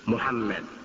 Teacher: So it's a little, it's a blend of the U and the O